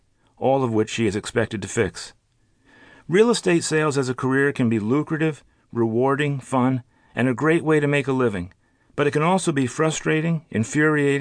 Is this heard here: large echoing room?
no